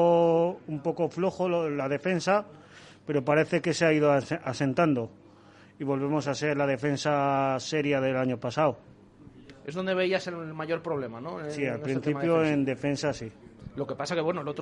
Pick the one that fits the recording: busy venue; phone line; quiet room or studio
busy venue